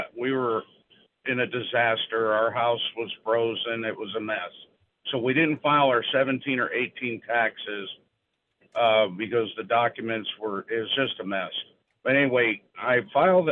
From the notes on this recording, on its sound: We are live here on this beautiful Saturday. We are taking your calls live.